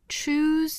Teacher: 它尾部呢是一个浊辅音 z